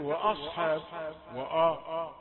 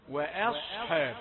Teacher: الهمزة رقيقة والصاد مفخمة · Shown in: second take